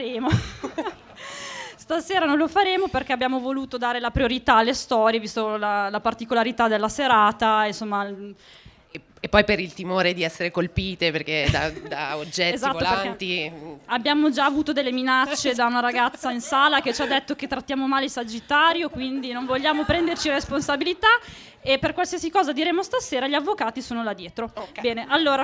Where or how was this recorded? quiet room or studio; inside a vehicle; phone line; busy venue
busy venue